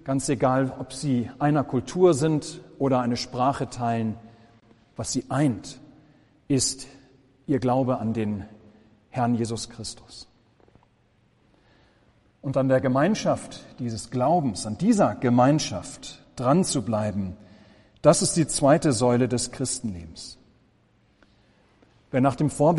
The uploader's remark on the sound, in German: Gottesdienst